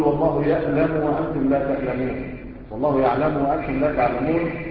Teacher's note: ينطق العين همزة كالأعاجم